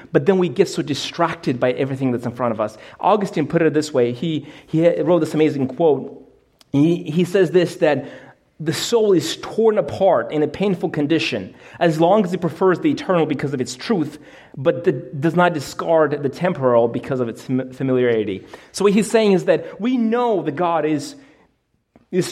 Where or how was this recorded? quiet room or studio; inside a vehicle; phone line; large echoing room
large echoing room